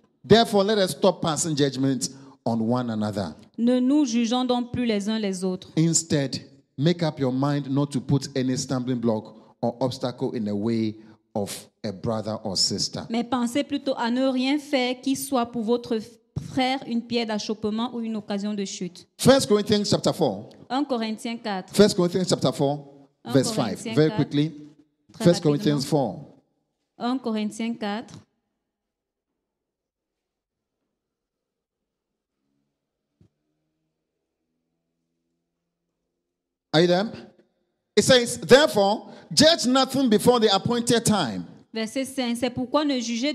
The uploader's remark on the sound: Preached during Joyful Hour Sunday Service Rabat